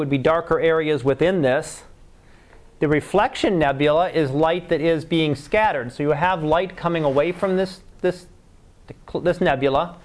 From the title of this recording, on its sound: Live Class Lecture